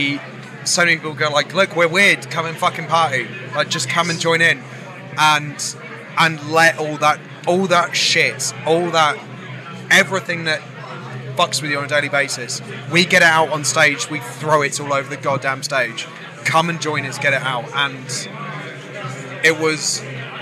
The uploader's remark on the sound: Live from Bloodstock 2023. Their set at the festival earlier on that day on the Sophie Lancaster stage.